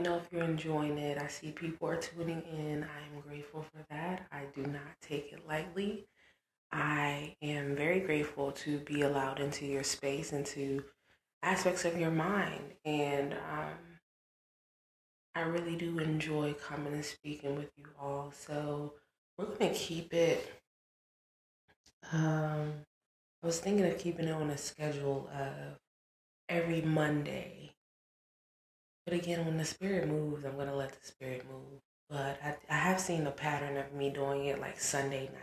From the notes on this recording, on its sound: Audio is choppy (my apologies)